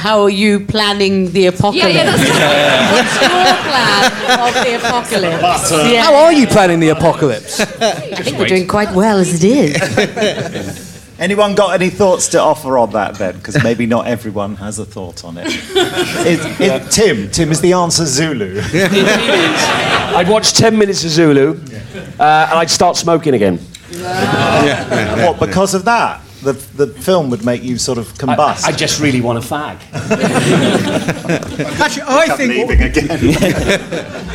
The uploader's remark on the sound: on stage at Big Finish Day 2018 on 3rd November 2018